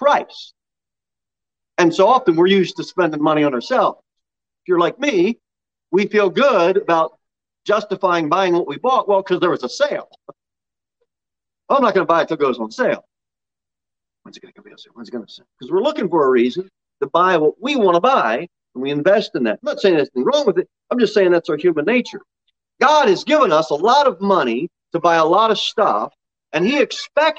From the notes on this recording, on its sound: Sermon delivered at Pilgrim Baptist Church on Sunday, October 3, 2021, at 11:15 am. Jere Whitson Rd.